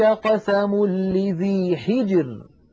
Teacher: هل في ذلك قسم لذي حجر، لاحظوا كلمة حجر، الراء ساكنة، وقبلها الجيم ساكنة، وقبلها الحاء مكسورة، إذن نرقق هذه الراء وكأنها ري، كأنها مكسورة